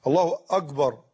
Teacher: الخطأ الثاني، يقول يسوي الكاف جيم